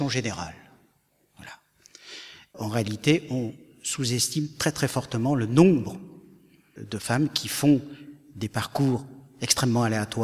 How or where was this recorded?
live audience